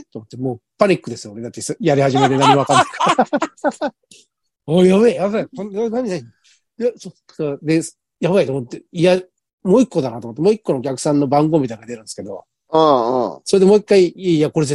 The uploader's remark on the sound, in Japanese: ZOOMで収録。